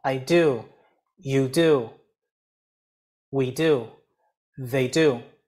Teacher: 你有没有听到轻重、轻重、轻重、轻重？